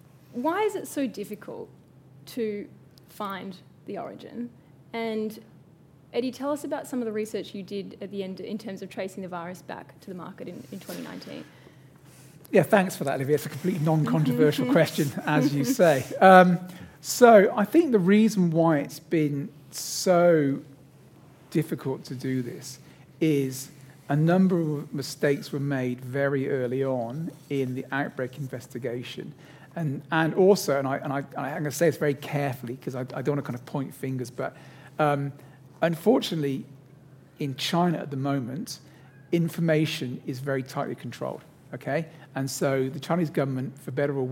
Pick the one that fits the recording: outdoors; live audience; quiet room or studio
live audience